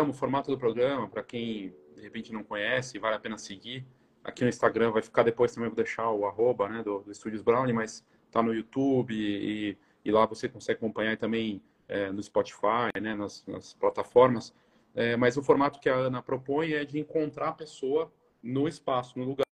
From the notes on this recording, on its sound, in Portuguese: A conversa ao vivo no Insta.